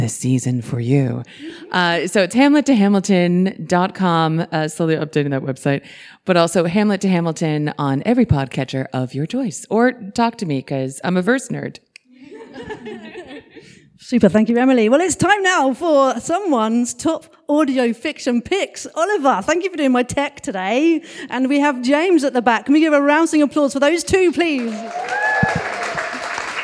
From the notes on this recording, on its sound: LIVE AT ADH PODFEST 2022. To all the audience who attended, asked and answered questions, shared your top 3 audio fic shows, thank you heartily. It was WONDERFUL to do this show live.